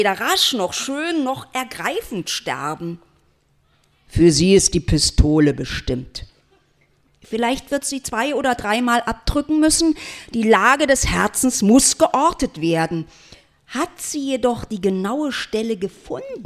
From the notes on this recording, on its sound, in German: Literatur im Künstlergarten. Mitschnitt einer Veranstaltung. Im Künstlergarten des Haus der Weimarer Republik.